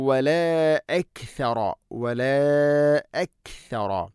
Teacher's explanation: നാലോ അഞ്ചോ ഹർക്കത്ത് വരെ നീട്ടാവുന്ന മദ്ദ്. വല അക്സറ അക്സറ അല്ല, അക്സറ അക് അക്, കാഫിന് സുക്കൂൻ വരുമ്പോൾ ശ്രദ്ധിക്കേണ്ട ഒരു കാര്യമാണ്. · Term: മദ് മുൻഫസിൽ